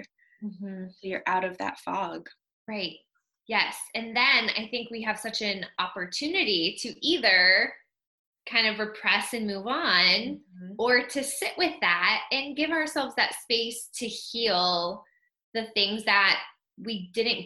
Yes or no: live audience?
no